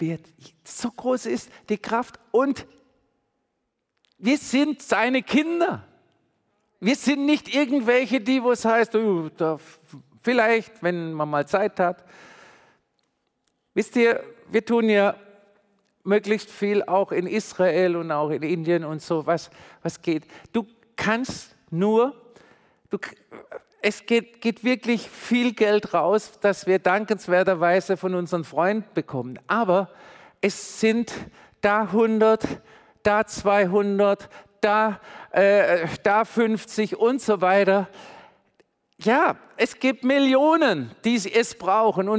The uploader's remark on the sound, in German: predigt im Missionswerk Karlsruhe